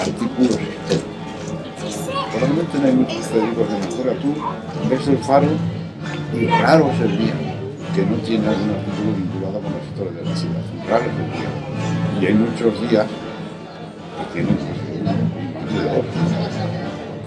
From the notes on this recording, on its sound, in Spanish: Mirada con libro en un jardín con mucho ruido.